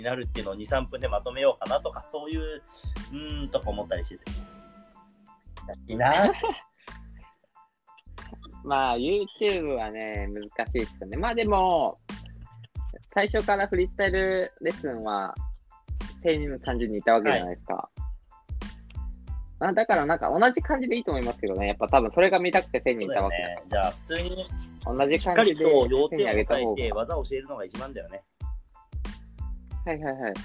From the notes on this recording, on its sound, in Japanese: リモート収録